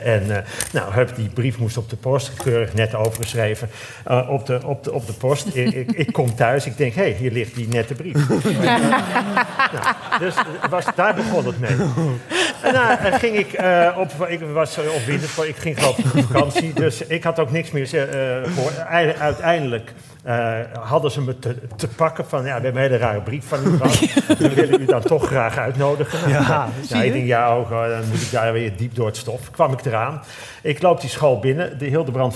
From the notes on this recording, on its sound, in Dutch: Live vanuit De Kleine Komedie. Live op het toneel van De Kleine Komedie.